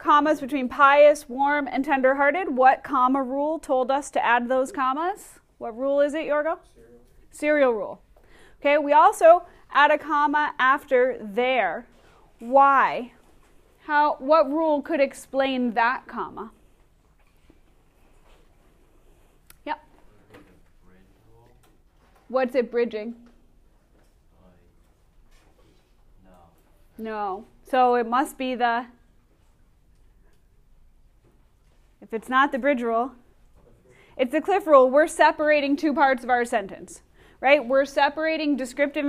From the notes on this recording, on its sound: Recorded in class on 11/5/19.